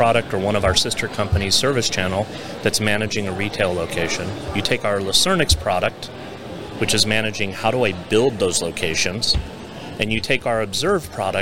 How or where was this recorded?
busy venue